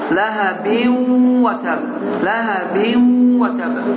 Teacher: Vav hərfi şəddələnir və səs də burundan çıxır. · Term: idğam